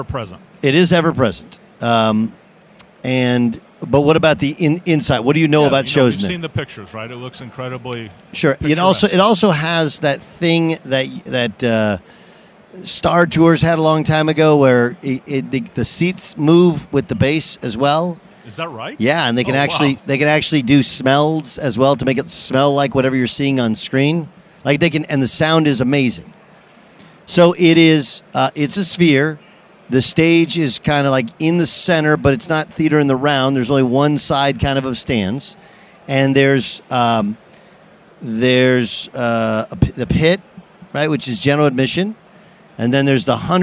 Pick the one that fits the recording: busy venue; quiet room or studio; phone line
busy venue